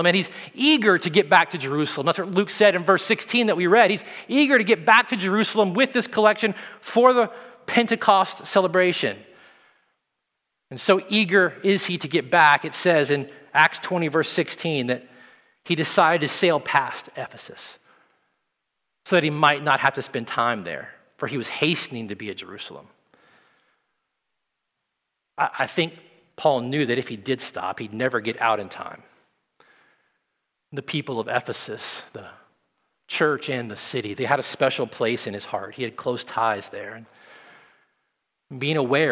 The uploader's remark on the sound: at Redemption Hill Church on Sunday, March 14th, 2021